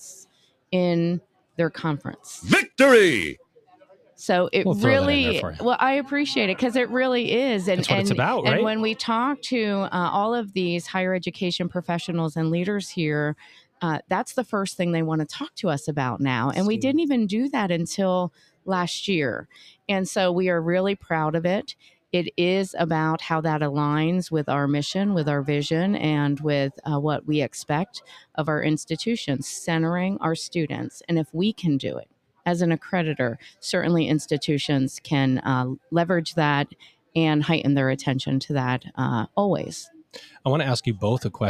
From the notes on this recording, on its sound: LIVE from the MSCHE Annual Conference. Recorded LIVE & in person from the Middle States Commission on Higher Education (MSCHE) 2023 Annual Conference, in Philadelphia, PA.